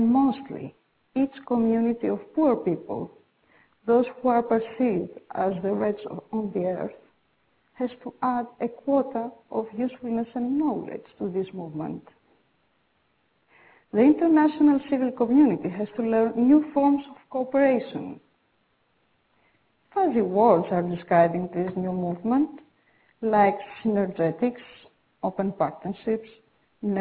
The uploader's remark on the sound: This is a pre-recorded program from the World Goodwill Seminar that was held on November 14, 2009 in London, UK.